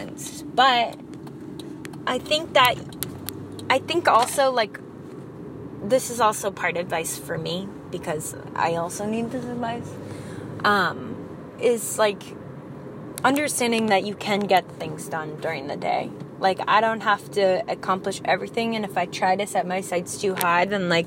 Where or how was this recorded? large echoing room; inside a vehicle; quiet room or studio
inside a vehicle